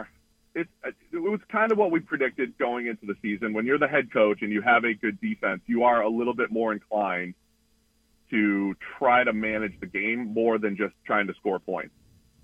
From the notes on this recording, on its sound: Joins the show on the Farm Bureau guest line talking about the biggest stories in the NFL live in the BankPlus Studio.